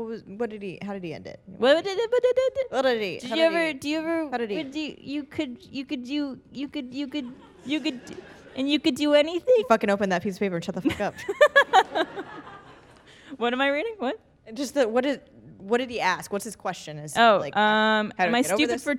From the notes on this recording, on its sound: A special episode recorded in front of a studio audience!